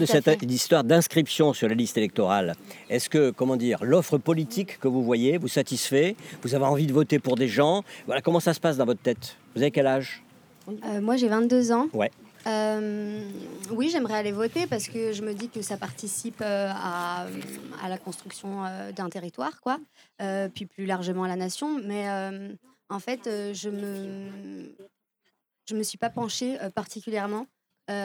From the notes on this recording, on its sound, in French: Réalisé dans le cadre du festival 2021 des Dialogues en humanité, "La voix aux jeunes", l'équipe de Bubble Art. S'est rendu au Parc de la tête d'or à Lyon pour rencontrer des jeunes.